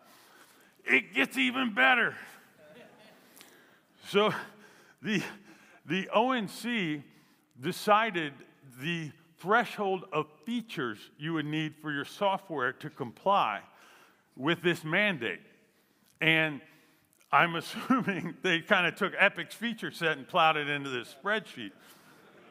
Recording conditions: live audience